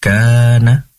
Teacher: Ada juga matobi'inya, kana, kafnya panjang 2 harokat, na pendek